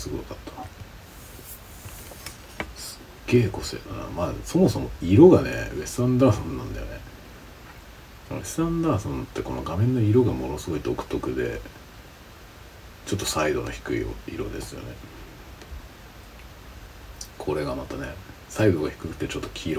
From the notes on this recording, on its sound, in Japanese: 深夜の小声雑談。使用マイク：TASCAM DR-05X →失敗しててiPhoneのマイクで収録されてた。Stand.fm。